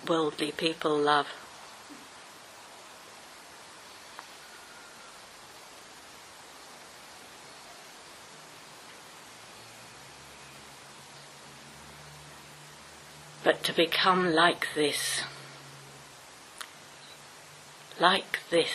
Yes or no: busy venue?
no